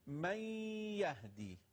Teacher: نون ساکن کامل حذف میشه، یا مشدد میشه، میگیم من یهدی، ببینید میکشمش، من یهدی. · Term: ادغام